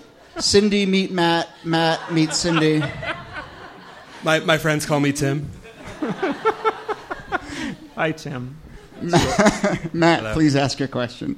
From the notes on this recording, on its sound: Ask Roulette is a conversation series in which strangers ask each other questions on stage. From our January regular show at Housing Works Bookstore.